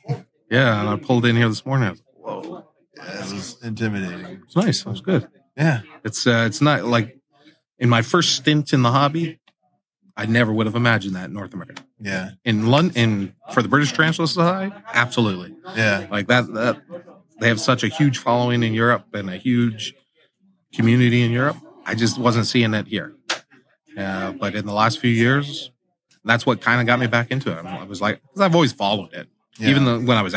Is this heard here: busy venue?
yes